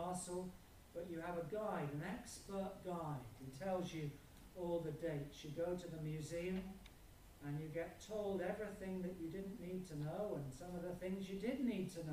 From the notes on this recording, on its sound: Apologies for reduced sound quality on this video